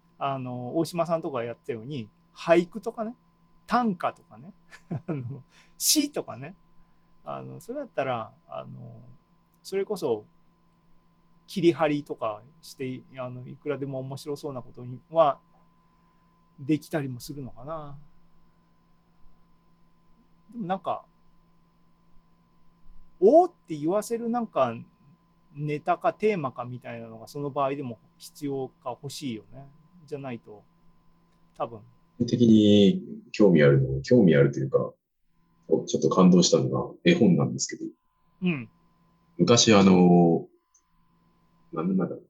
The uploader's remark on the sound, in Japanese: ZOOMライブの模様です